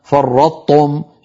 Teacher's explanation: إذا قلنا فرطتم صار النطق بطاء مشددة، وهذا لا تفعله العرب أبدا.